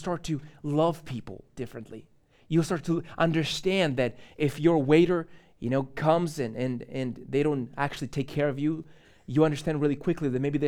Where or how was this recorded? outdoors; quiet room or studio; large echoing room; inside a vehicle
large echoing room